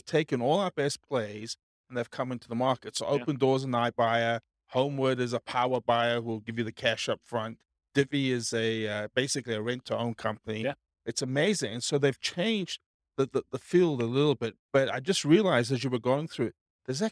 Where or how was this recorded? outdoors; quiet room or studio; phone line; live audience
live audience